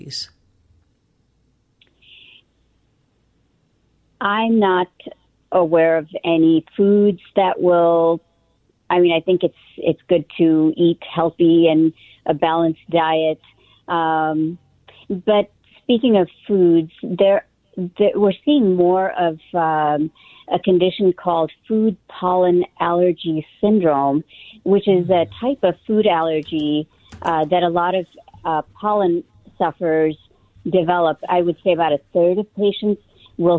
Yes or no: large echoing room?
no